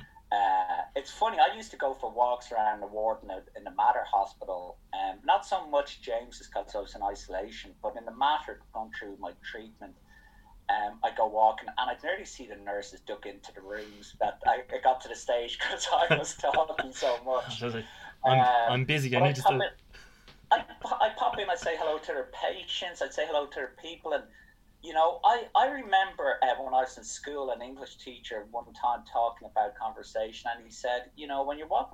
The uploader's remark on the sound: he joined me via Zoom